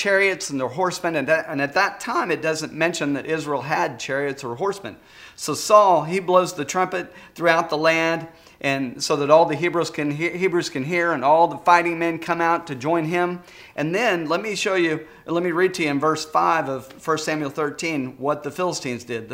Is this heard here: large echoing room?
yes